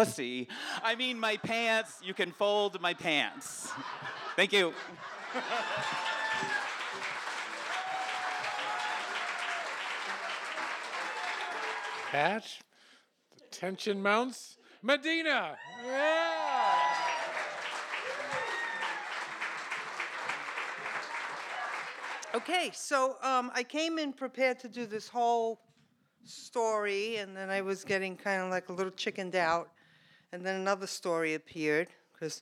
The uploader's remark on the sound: These stories were recorded in front of a live audience. At Provincetown Theater in Cape Cod, Massachusetts.